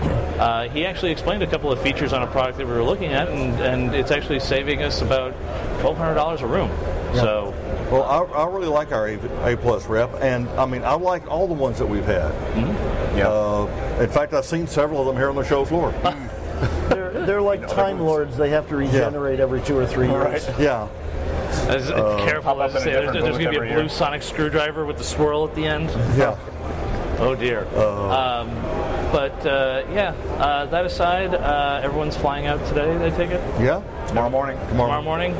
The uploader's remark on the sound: We are live from the show floor of InfoComm 2016.